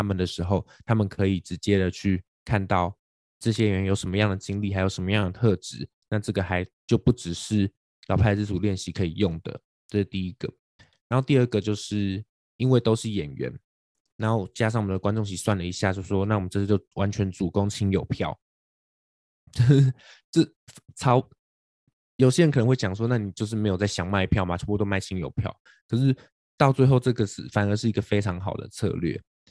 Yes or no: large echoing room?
no